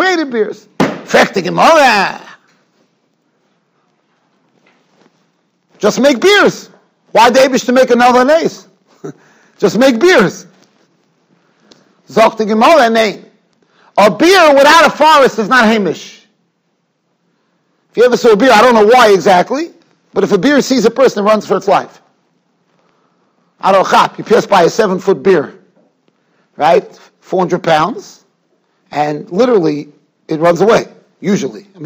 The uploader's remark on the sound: Shiur recorded in Yeshivas Ohr Reuven, Monsey, NY.